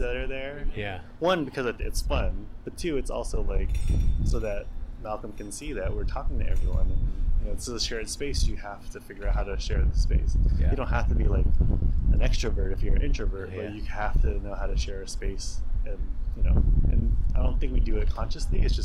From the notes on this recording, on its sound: We recorded outside on a slightly windy day so there is definitely background texture and sometimes annoying wind. Old Oakland represent though! We also had to cut about 11 minutes of our conversation due to the recording quality.